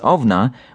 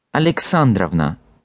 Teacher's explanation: You probably also noticed that I pronounce the ending itself as Ovna with clear O sound at the beginning, but in the actual patronymic, this O is turning into an A sound · Shown in: second take · Alexandrovna, sounding like Avna.